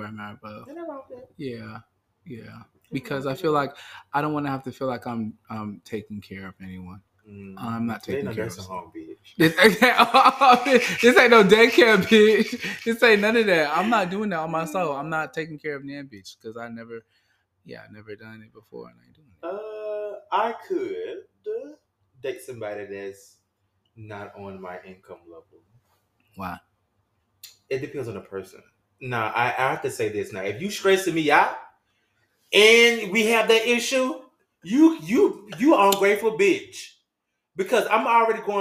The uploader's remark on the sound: Sounds varied due to this week's set-up